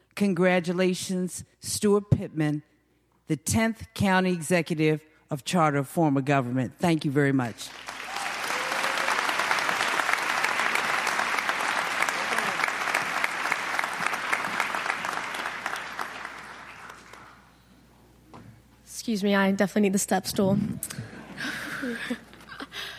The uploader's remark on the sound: This is the audio from the inauguration. The inauguration was held at Maryland Hall for the Performing Arts.